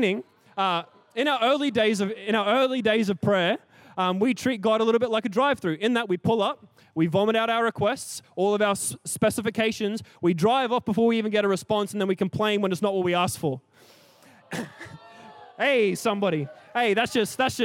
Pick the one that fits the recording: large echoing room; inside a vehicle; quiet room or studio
large echoing room